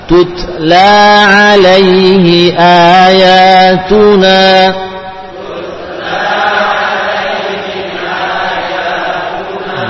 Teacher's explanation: ada hams setelah syiddah, hams ba'da syiddah